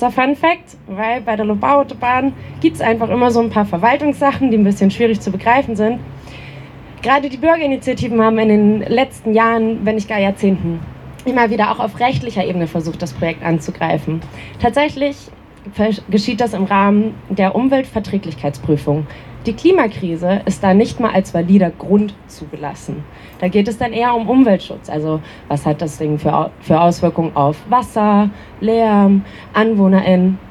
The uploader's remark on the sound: O-Ton Eröffnung des Klima-Protest-Camps. Am Donaukanal in Wien.